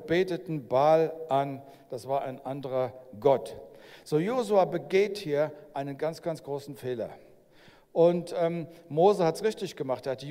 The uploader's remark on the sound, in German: aus unserem Gottesdienst am 21.